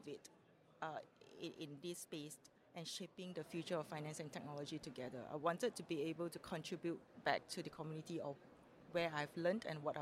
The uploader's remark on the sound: In this special episode recorded at Sibos in Toronto.